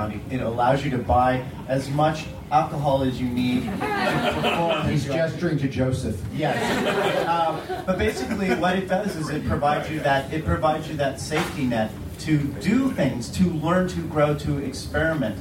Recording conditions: live audience